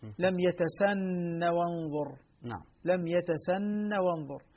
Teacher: حمزة والكسائي إذا وصلوا كلمة يتسنه بما بعدها تسقط الهاء